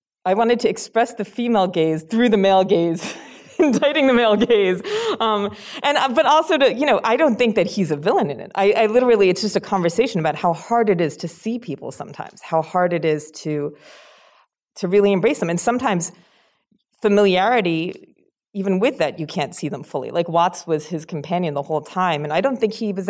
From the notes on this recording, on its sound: in a Q&A at the DGA theater in Los Angeles.